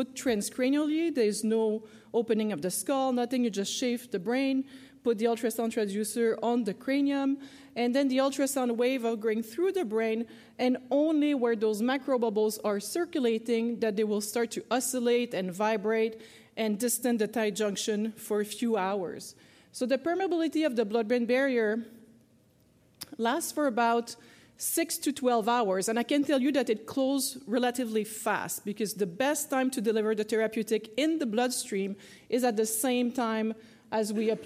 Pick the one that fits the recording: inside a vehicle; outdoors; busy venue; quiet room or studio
busy venue